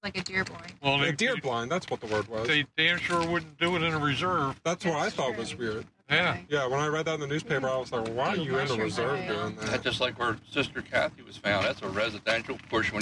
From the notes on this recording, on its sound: The audio from this episode was recorded remotely along streets and in woods so be prepared for noise from passing traffic and stubborn wind.